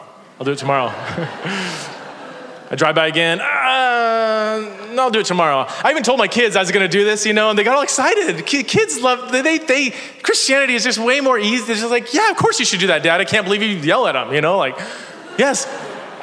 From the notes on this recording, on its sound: This is a sermon that I preached at Park Hill Church in San Diego, CA.